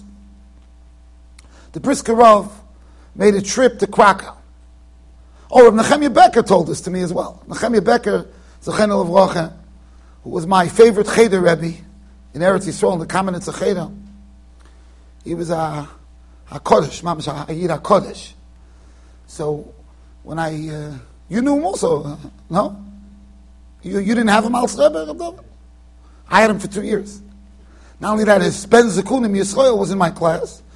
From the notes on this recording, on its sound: Shiur recorded in Yeshivas Ohr Reuven, Monsey NY.